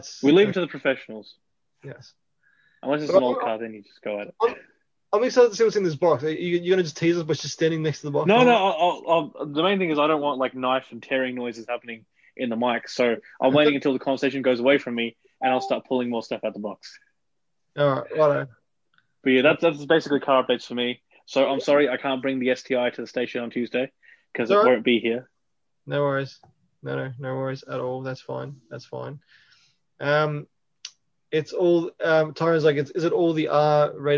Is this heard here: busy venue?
no